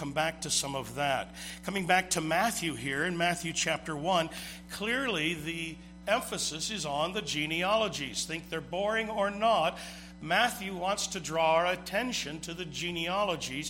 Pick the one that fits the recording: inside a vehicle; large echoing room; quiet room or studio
large echoing room